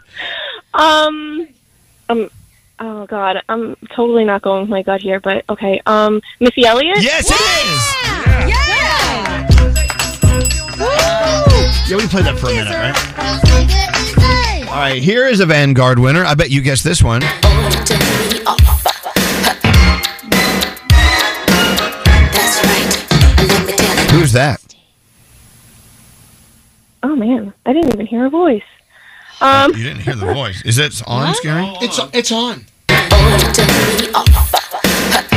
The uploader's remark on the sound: on the phone